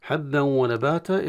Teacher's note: حبا ونباتا إدغام التنوين في الواو، إدغام التنوين في الواو بإدغام بغنة